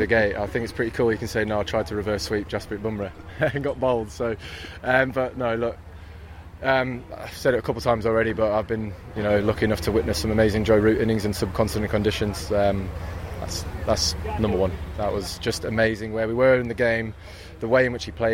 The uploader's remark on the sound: Live from the back of a Tuk-Tuk. Hyderabad.